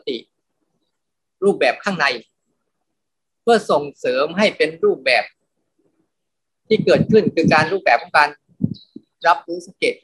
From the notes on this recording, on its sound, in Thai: คอร์สออนไลน์ (ผ่านโปรแกรม Zoom)